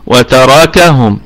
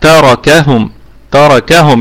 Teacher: النبر يكون على حرف الكاف · Shown in: second take · يبقى وتركهم هكذا.